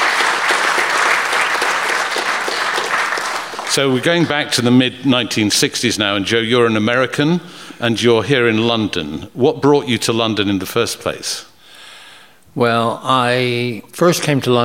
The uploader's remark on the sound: In conversation at Cecil Sharp House. On stage at the Indoor Festival of Folk.